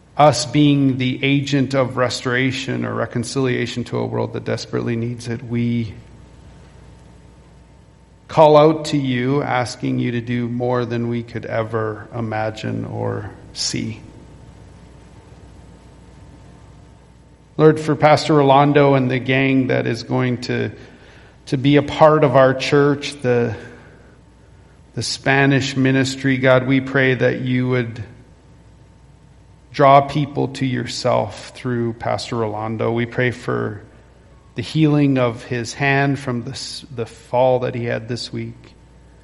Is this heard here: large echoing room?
yes